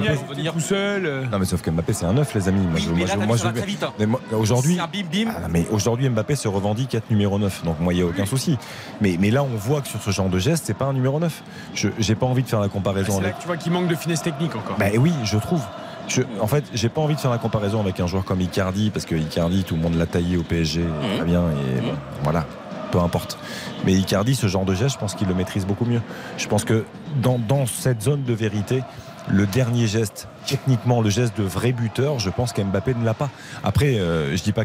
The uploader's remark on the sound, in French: Pour trois heures de direct. En direct du Parc des Princes.